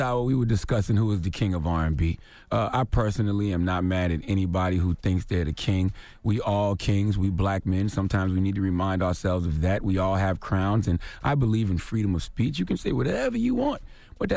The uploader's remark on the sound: we had to open up the phone lines